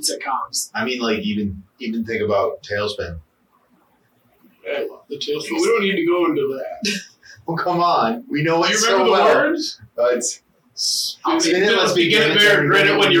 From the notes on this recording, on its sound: OUR AUDIO WAS CORRUPTED!